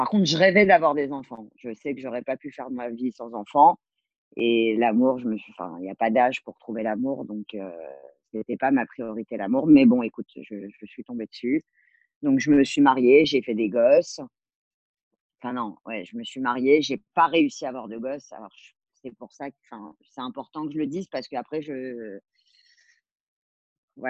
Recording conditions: video call